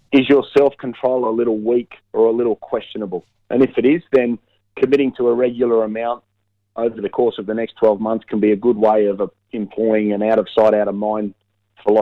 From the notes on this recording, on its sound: via the telephone, given the covid precautions in Canberra.